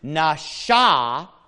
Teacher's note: nasha, which is a sh sound, not a s sound